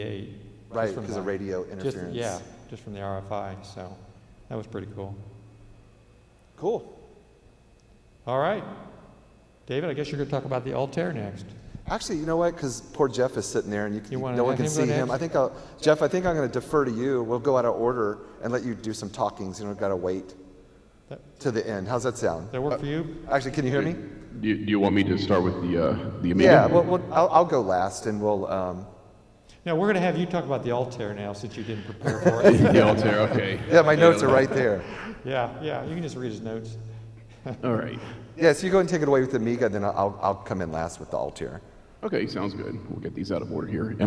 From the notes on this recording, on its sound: History of Personal Computing and Floppy Days performed a live recording of podcast at Vintage Computer Festival SouthEast 3.0 outside of Atlanta, GA.